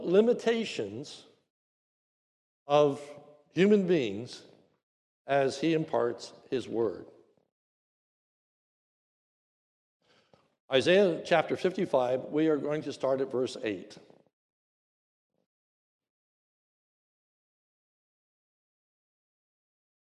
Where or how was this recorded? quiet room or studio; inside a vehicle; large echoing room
large echoing room